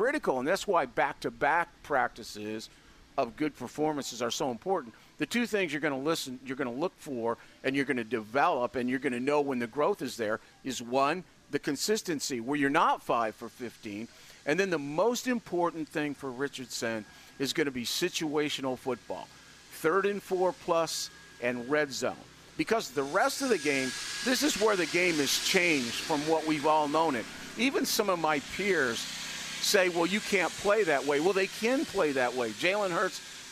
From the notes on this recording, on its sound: Joins us live at Colts camp!